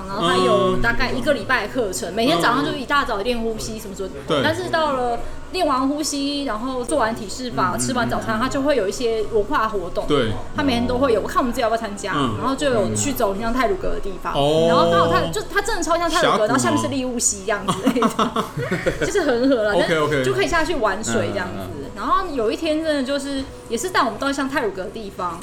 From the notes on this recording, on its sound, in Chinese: 錄音地點： 印度咖哩吧 - Curry Lounge